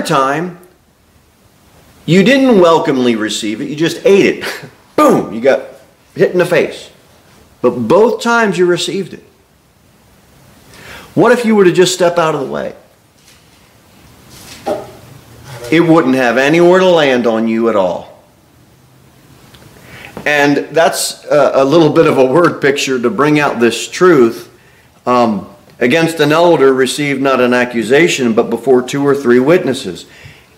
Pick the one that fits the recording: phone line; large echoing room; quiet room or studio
large echoing room